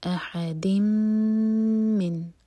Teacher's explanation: دال کی تنوین کے بعد میم تو ادغام غنہ کے ساتھ، میم کو ہولڈ کریں گے